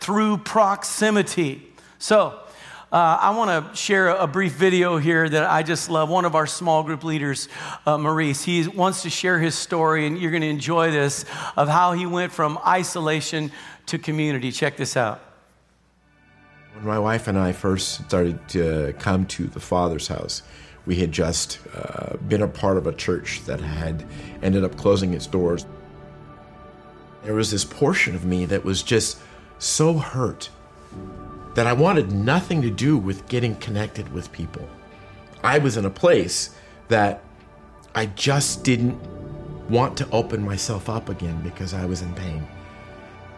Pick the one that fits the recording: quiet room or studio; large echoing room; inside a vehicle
large echoing room